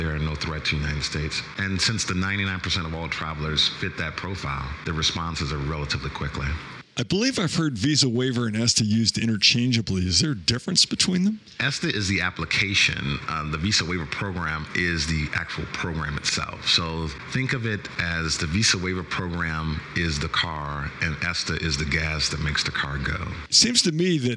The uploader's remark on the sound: Live From IPW